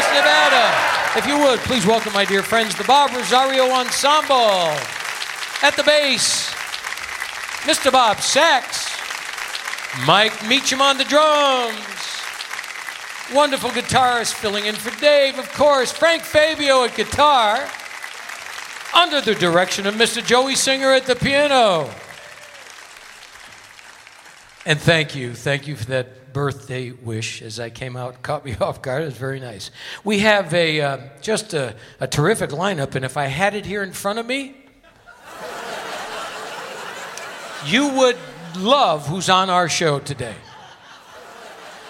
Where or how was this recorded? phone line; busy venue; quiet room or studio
busy venue